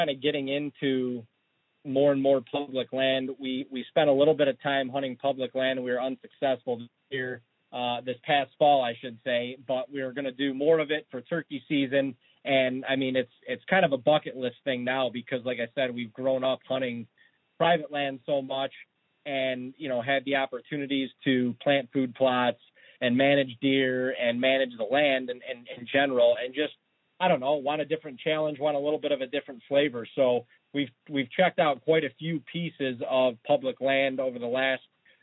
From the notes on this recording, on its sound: takes a couple calls